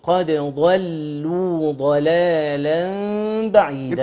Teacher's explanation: أنا محتاج أفصل الضاد عن اللام المرققة في الكلمتين، فأقول قد ضلوا ضلالا بعيدا.